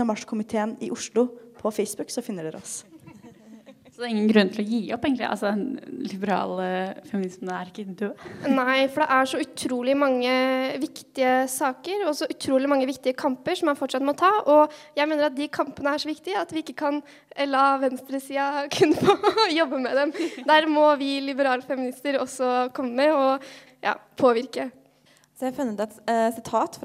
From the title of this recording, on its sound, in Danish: Live fra Biblioteket